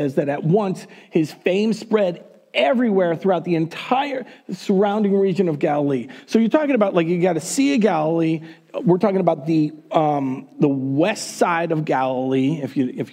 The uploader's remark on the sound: Recorded on January 31, 2021 at Word of Life Church in Le Sueur, MN.